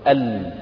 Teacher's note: حافة اللسان الأمامية الجزء اللي هو المقوس كده زي نص دايرة الأمامي من اللسان ويلامس فوق في اللثة الجزء اللي فوق الضواحك وفوق الأنياب فوق الرباعيات وفوق الثنايا يلامس · Term: اللام